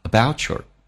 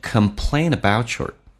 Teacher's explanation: t 加也可以发成 ch 这个发音